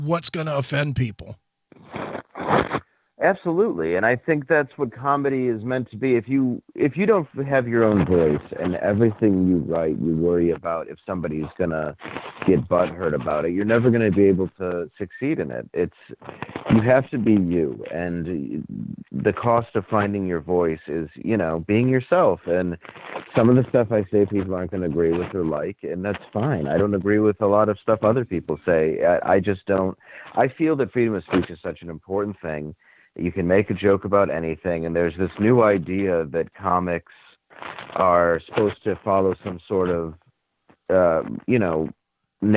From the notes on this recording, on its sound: called